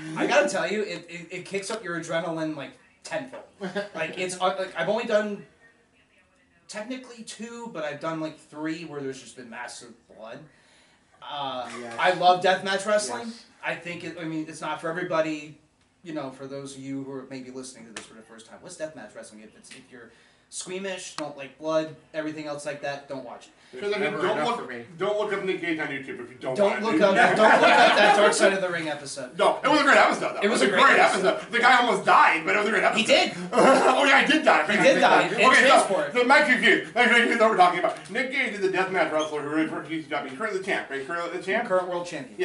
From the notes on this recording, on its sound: hosted a live anniversary special at the Homewood Suites in East Rutherford, NJ